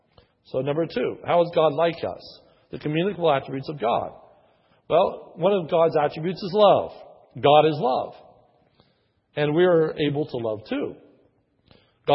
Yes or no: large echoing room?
yes